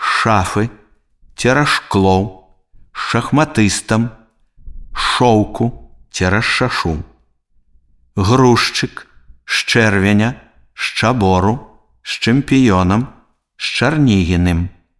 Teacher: Звонкі зычныя «з» перад глухімі «ш», «ч» вымаўляюцца як «ш».